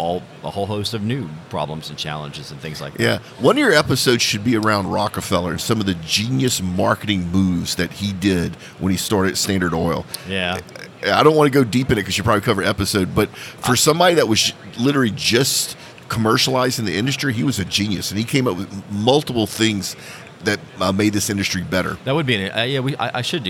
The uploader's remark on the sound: Live from OTC Houston 2023. Recorded straight from the OGGN podcast pavillion at the 2023 Offshore Technology Conference.